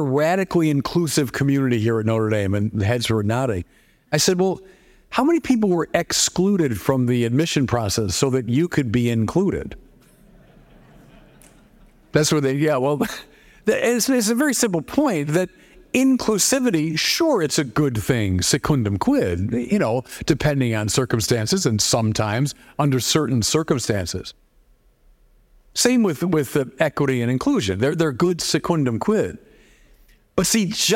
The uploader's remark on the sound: One of the plenary lectures from this year’s Acton University.